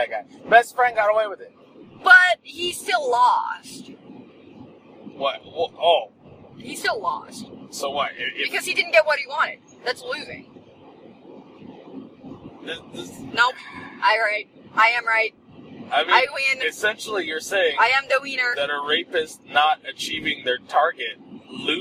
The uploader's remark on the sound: My better half and I record while driving to Utah.